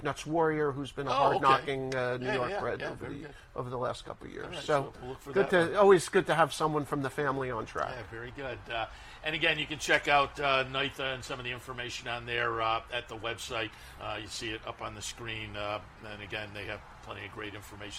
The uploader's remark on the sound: live from Saratoga Race Course